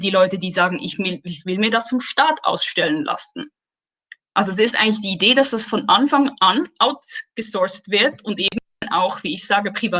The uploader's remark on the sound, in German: Mitschnitt der Online-Veranstaltung.